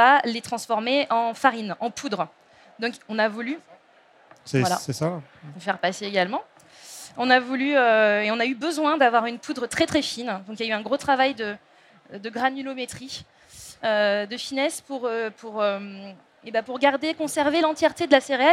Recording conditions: busy venue